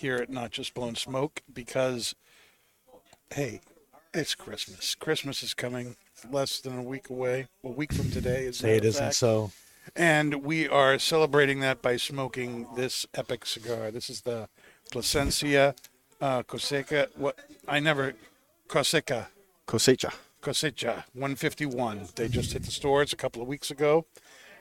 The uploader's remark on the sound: Recorded live from the 7-20-4 Lounge!